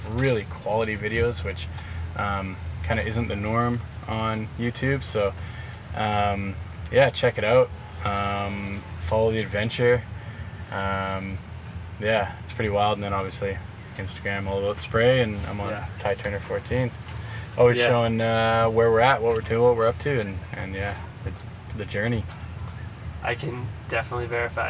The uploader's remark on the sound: This episode was recorded in person just behind the event venue at the Oceanside Pier and includes the full sounds of a SoCal Beach town - Harleys, electric bikes, lifeguard trucks, boom boxes, skateboards, event announcers, and of course, the surf.